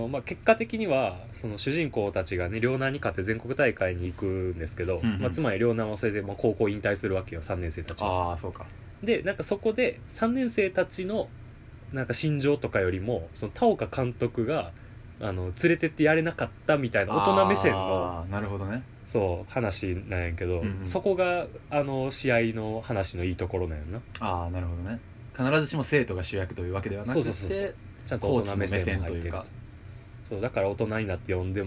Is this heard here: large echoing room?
no